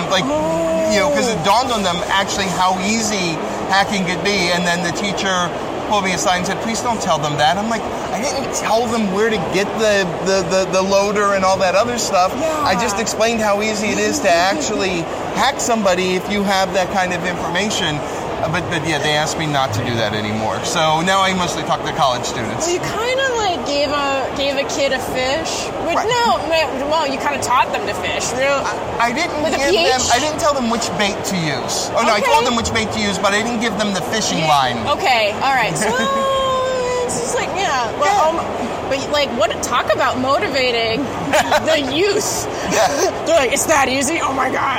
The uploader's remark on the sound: We sat down (or rather, stood and leaned against a wall away from noise). Interesting talks at RSA.